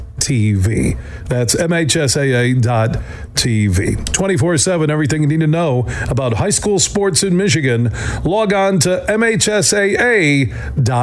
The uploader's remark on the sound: Live from the Toledo Golf Show at Sylvania Tam-O-Shanter